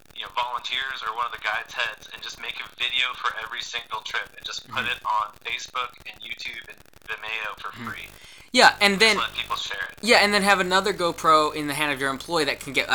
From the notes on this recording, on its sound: White Water Rafting (Warning: Tech/Audio Geeks Should Skip This One).